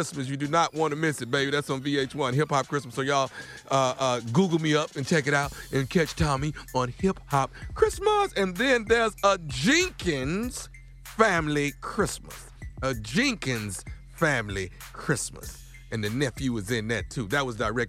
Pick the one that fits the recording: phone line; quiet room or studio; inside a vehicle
phone line